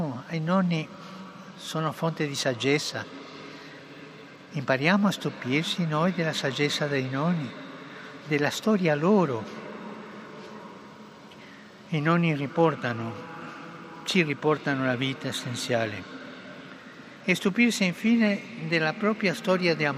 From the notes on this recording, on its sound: PETER'S SQUARE, RECITATION OF THE ANGELUS PRAYER